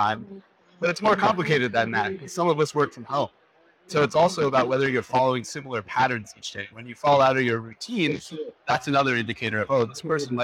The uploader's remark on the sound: Today on the Conference channel, it’s an Interview in Action live from HLTH.